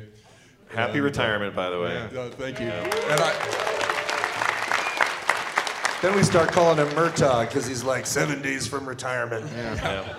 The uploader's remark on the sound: Our Nerdtacular 2017 live episode!